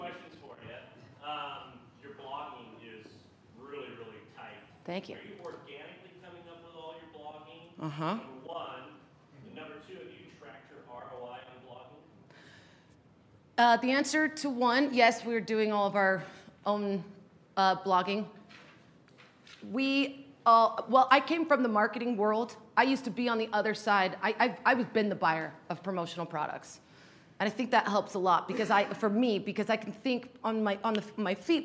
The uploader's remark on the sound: Shared with the skucon audience in Las Vegas where she delivered a talk.